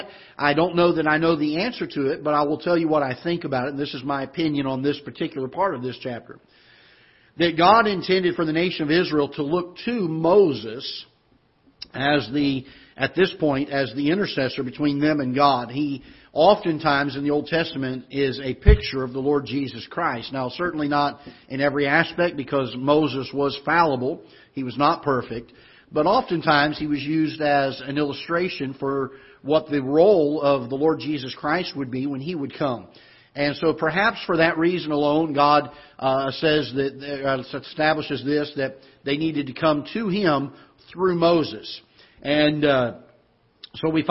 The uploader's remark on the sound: Ketha Heights Baptist Church ~ Live Broadcast